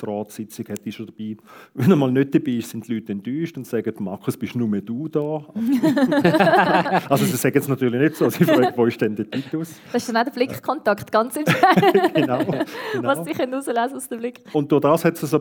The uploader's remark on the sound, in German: Gespräch im Rahmen der Ausstellung «Natur. Live-Aufnahme im Stapferhaus.